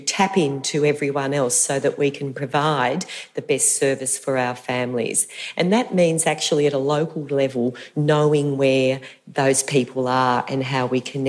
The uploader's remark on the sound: Conference presentations from the Victorian Government's Realising the Potential Conference. The audio for this session has been generously provided by the Victorian Department of Education and Training.